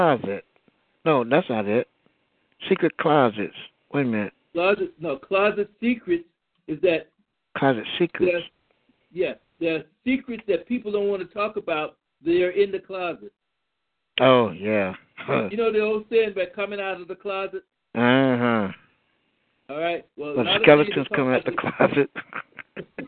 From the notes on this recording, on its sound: Your phone calls.